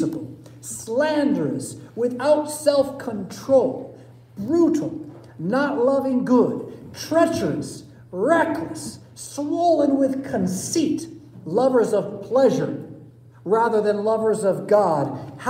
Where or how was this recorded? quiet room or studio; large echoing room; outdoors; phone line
large echoing room